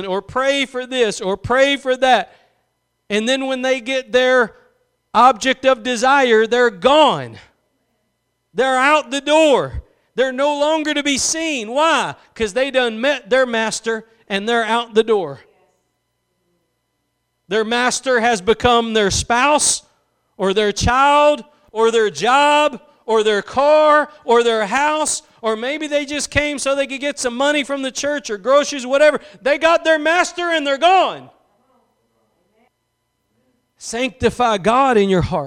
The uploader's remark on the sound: Preached at Gospel Lighthouse in Bossier City, La.